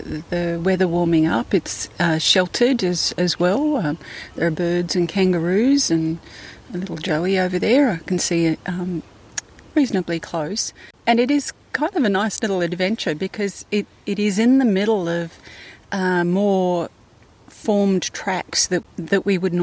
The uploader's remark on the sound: Bring you a series of short on trail recordings from the hike.